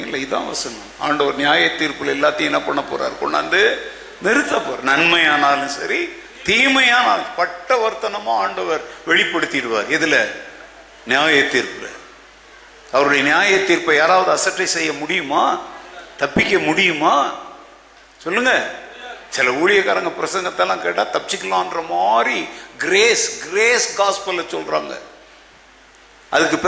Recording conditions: large echoing room